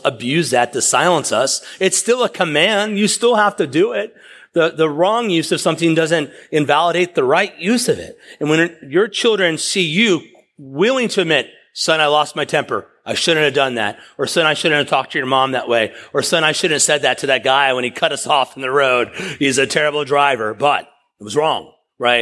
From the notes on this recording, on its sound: preached at East River Church